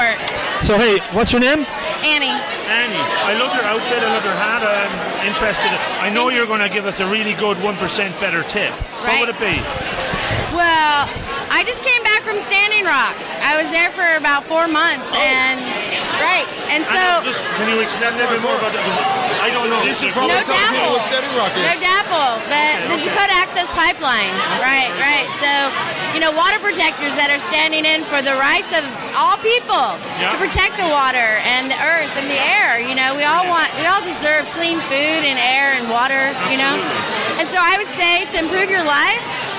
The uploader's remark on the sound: I’ve decided to hit the streets of cities I visit and ask the locals. I hit the streets and the bars (mainly bars) of Nashville. Over the couple of days recording, we asked the good folks of Nashville.